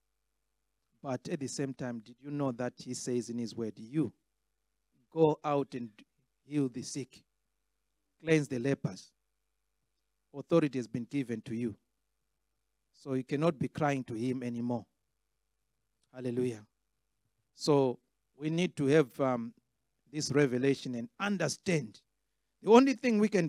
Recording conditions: large echoing room